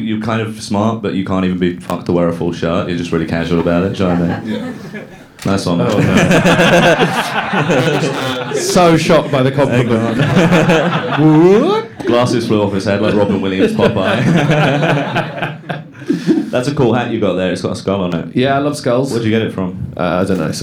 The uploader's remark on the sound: LIVE at The Bill Murray. Our first live show.